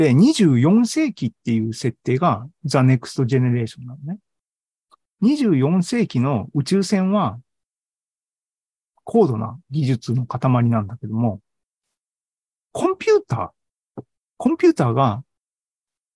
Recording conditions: video call